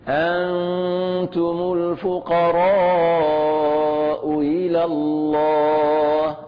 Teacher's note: تسهيل الهمزة الثانية بالهمزة والياء